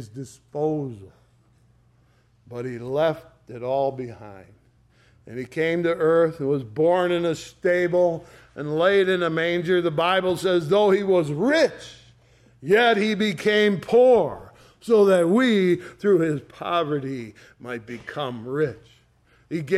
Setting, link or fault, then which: setting, large echoing room